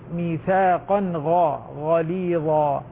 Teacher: غليظا ما فيها شدة، فيها الغين حرف رخو، فما نقول ميثاقا قليظا قريبا من القاف